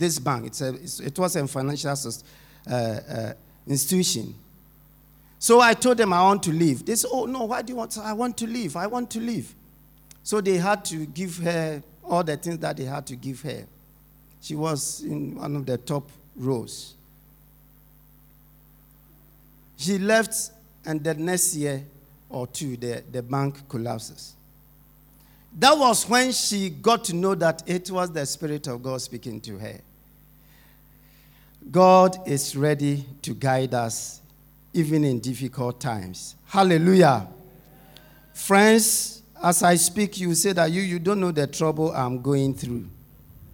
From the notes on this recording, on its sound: Sermon preached at Shiashie Campus